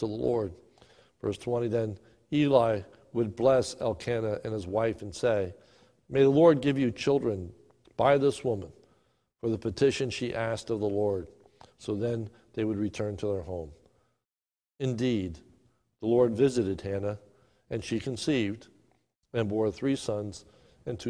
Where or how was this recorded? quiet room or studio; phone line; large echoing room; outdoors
large echoing room